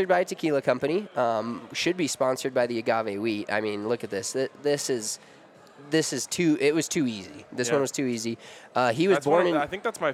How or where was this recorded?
busy venue